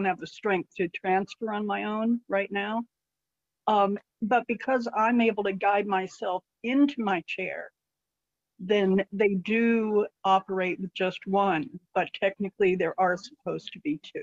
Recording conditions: video call